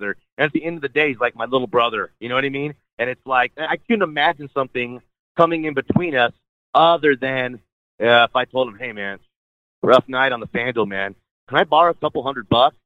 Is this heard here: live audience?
no